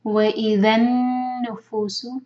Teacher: نون مشدد ہے غنا کریں گے دو حرکہ ہولڈ کریں گے